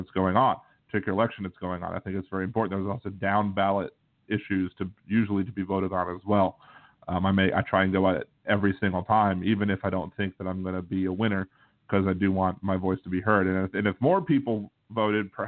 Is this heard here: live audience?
no